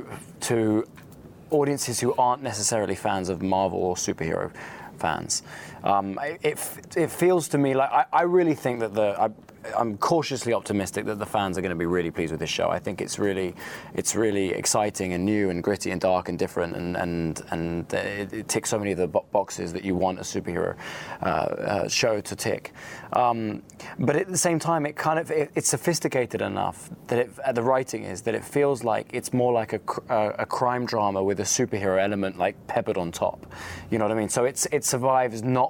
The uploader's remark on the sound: From the Tribeca Film Festival Red Carpet